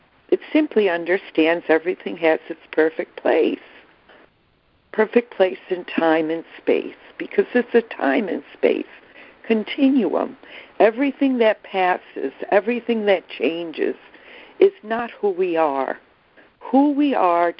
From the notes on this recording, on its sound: ACIM Daily Conference Call